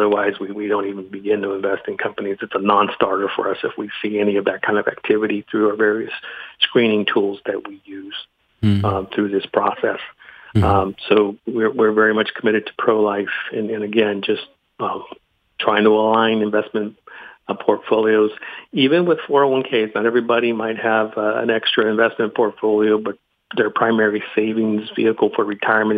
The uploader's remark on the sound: Today's Phone Guest